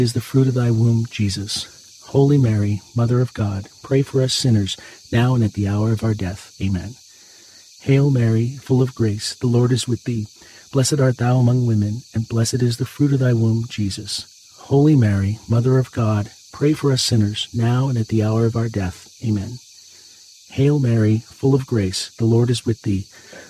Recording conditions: sounds in the background